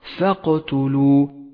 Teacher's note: قلقلة صغرى لأنها في وسط الكلمة